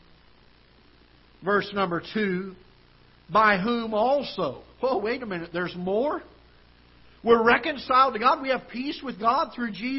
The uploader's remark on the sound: Ketha Heights Baptist Church ~ Live Broadcast.